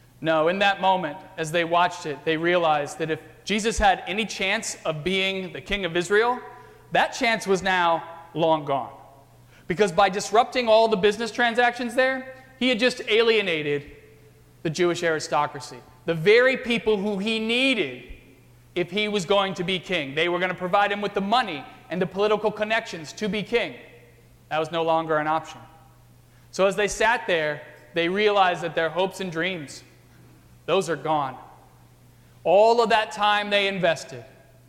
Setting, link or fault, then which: setting, large echoing room